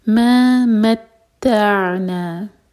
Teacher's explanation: عین ساکن پر جھٹکا نہ ہو تو اس لیے عین پر تھوڑا سا ٹائم دیں